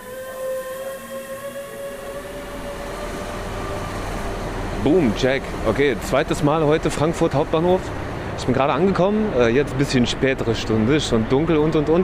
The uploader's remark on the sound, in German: stromern durch das Bahnhofsviertel, schneien im Dosenladen vorbei, malen eine Wand und ihr seid quasi live dabei